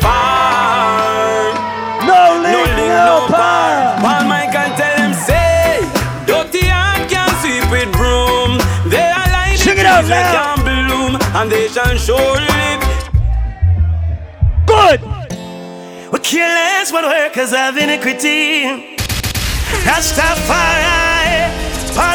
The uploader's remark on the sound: Live audio recording of my full set at the Reggae Revolution 23rd Anniversary at the Casba in Indianapolis, IN on Sunday, June 6.